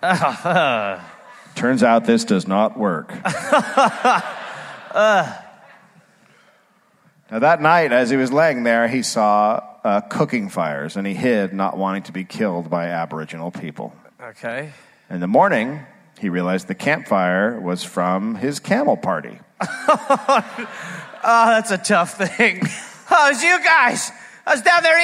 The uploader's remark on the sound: Live in Perth